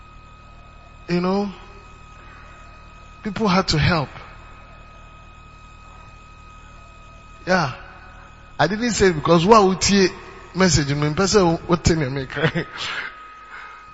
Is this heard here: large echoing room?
yes